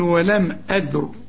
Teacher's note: وتفخم الراء عند الوقف